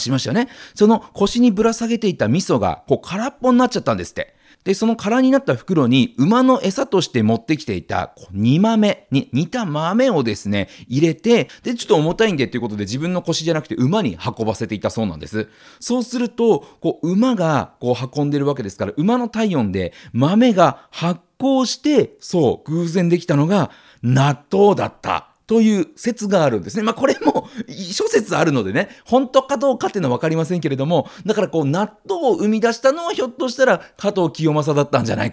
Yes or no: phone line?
no